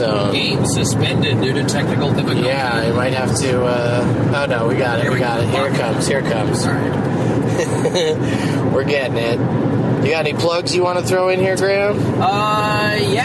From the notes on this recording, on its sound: Play a game as they drive from Portland to Eugene, OR, plus the audio from the Countdown to 4/20 show at Cobb's in San Francisco.